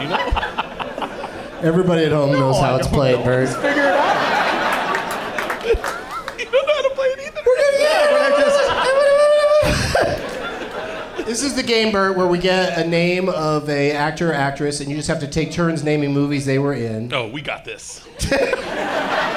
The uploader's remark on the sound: Live from the Funny Bone in Columbus, OH